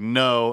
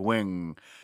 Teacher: You know, the ng sound happens in the very back of the mouth. We have two N sounds in English. One is at the front, like no, and one's in the back, like wing.